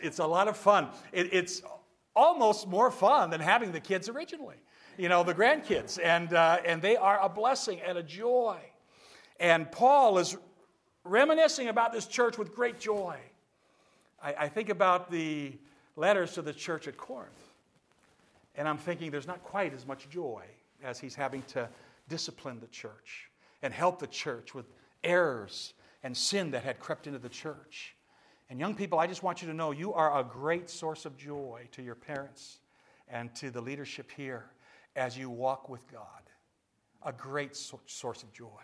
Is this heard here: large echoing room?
yes